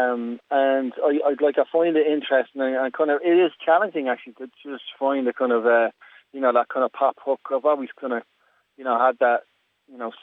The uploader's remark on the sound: Over the phone, as he took a break from shooting his latest music video.